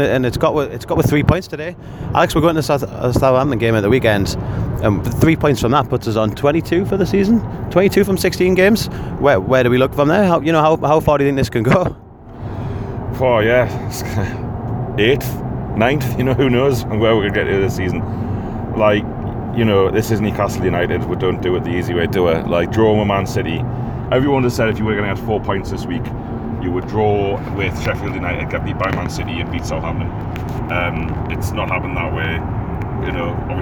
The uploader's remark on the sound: In the car on the way back from Sheffield.